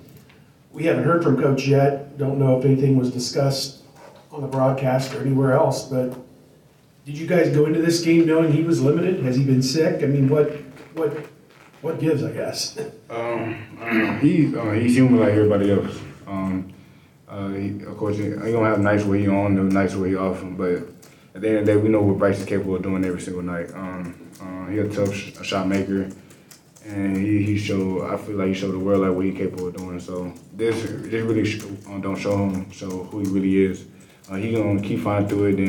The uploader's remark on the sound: Throughout the year, Land-Grant Holy Land will be bringing you uncut audio primarily from Ohio State press conferences, but also from individual interview sessions.